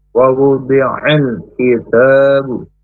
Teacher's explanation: huruf kaf kasrah makhrajnya tanggal lidah agak ke depan, hemes atau berdesis